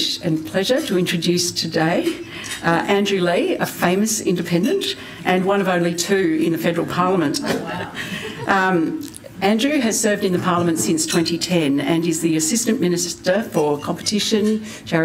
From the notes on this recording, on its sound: recorded at the John Cain Lunch on the 19th of July 2023, hosted by Per Capita